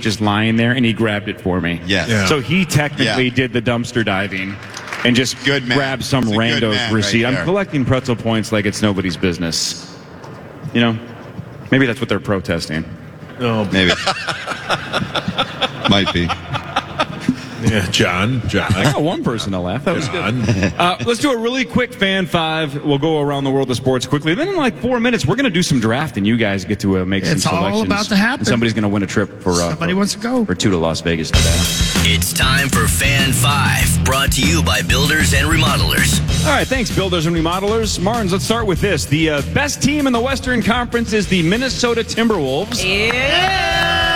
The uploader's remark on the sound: Initials Game 491 goes down LIVE at Mall of America.